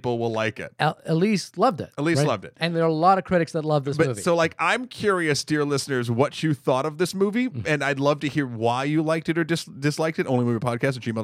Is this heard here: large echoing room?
no